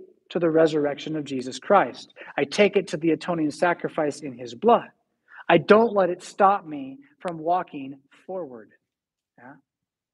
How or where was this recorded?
large echoing room